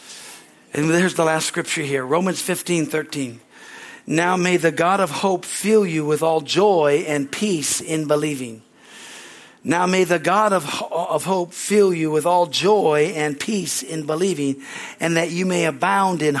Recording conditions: large echoing room